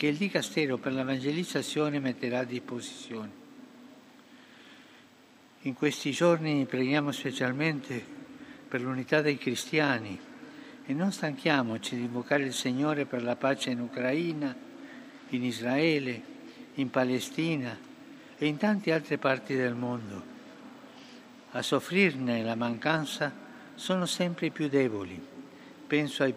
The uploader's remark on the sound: FROM ST.PETER'S SQUARE, RECITATION OF THE ANGELUS PRAYER.